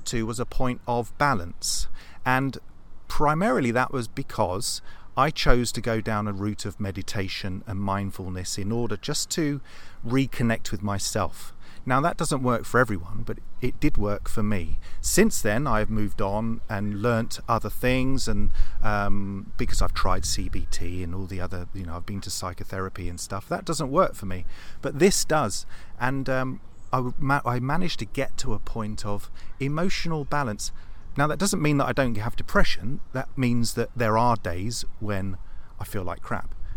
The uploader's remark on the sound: Live from Regents Park, London. Meet up again for a 'live' podcast discussion, this time in the woodlands of one of London's most central and beautiful parks.